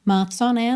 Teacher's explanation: é só você acostumar com th, do final aqui de month, passar pelo S, months on end · Term: ligação